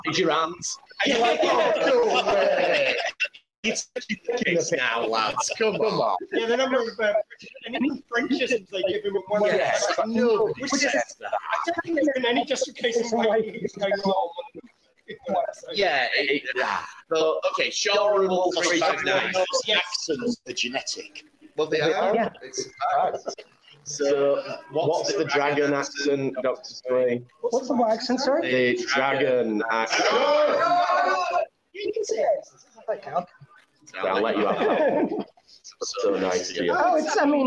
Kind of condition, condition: setting, busy venue